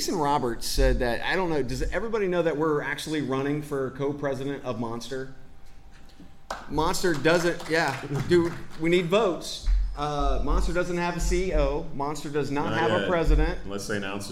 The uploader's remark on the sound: Live in Dublin for TAtech Europe